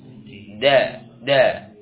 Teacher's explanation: Kuat suaranya dal kuat da da ya tidak ada aliran nafas yang keluar. · Term: huruf dal